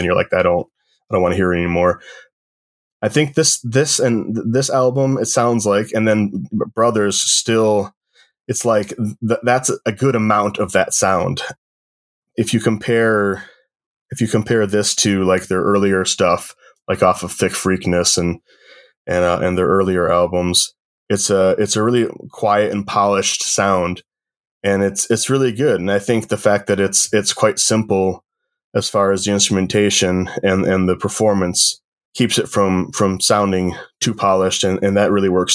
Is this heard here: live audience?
no